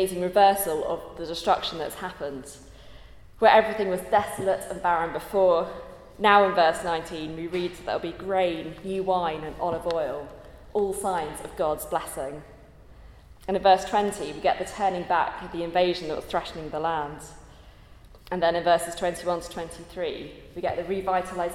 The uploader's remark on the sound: at a Christians in Parliament Chapel Service which was held in the Chapel of St Mary Undercroft on Tuesday 9th May 2023.